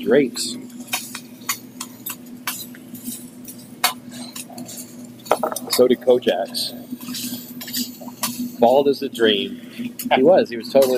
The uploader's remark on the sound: We apologize for the raw nature of this episode. Clinking silverware, ambient noise, and chatter with the staff all add to the experience.